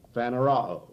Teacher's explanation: the first O is short, like in box, and the last O is long, like in moon